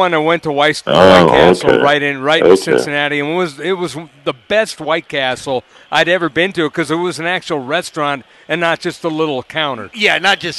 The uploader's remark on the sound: live from underneath Paycor Stadium in Cincinnat